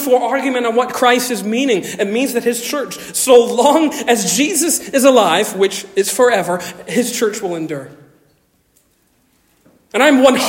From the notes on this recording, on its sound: Originally delivered 21 May 2023 at Stonington Baptist Church, Paxinos, PA. At Stonington Baptist Church, Paxinos, PA.